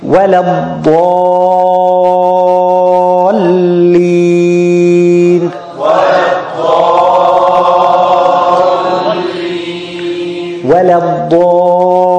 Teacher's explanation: wala is muwaqqaqa, is light, and ad-dhalin is heavy